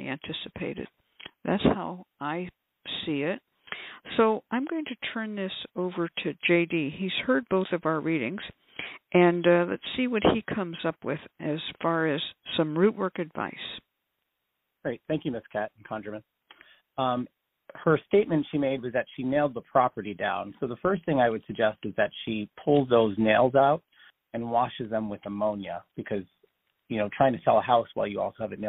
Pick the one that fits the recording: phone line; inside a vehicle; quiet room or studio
phone line